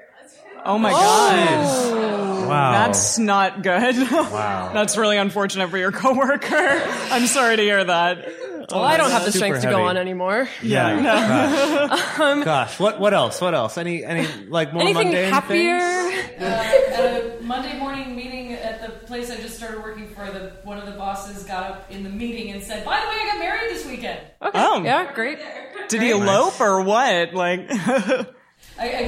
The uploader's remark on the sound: In this very special live show.